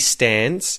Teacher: if he stands, the D disappears. So when I say I'm making ends meet, the D disappears.